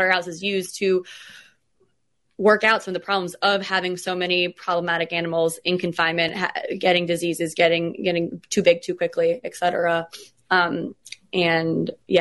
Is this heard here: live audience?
no